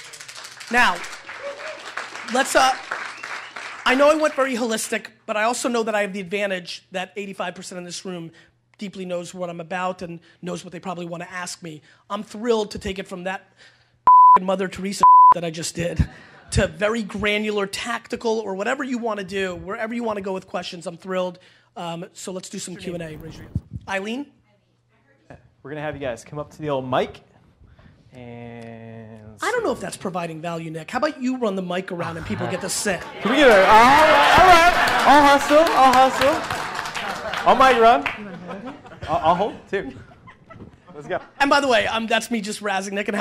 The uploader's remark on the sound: A keynote: Life on Fire Conference